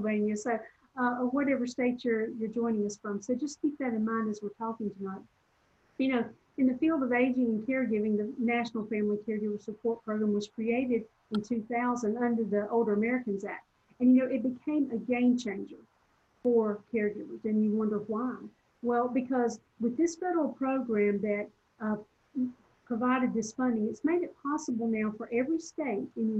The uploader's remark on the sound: This recording is from a Zoom presentation